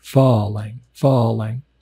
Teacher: The Thais say it more with the emphasis on the first syllable, like Falang, Falang, like that, Falang.